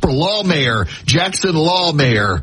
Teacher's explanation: we really got to put heavy emphasis on law in the first syllable of the last name